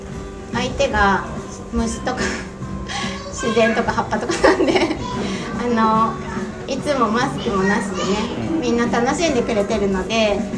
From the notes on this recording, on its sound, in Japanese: 11月3日に開催したスペシャルサラダパーティで初めての公開収録。